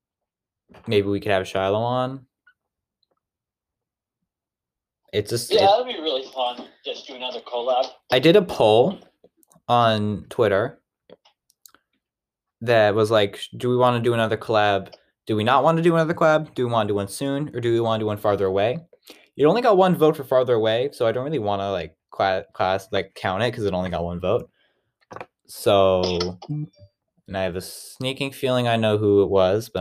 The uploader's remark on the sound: This may not be one of our best recordings, but it is still fine so I'm uploading it anyway.